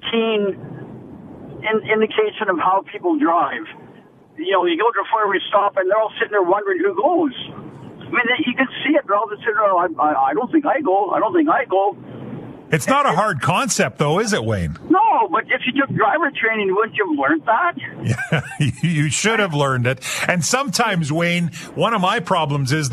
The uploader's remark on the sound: Every Friday we open the phone lines